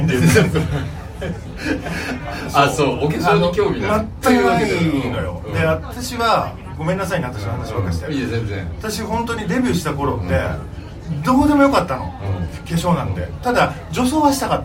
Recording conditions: live audience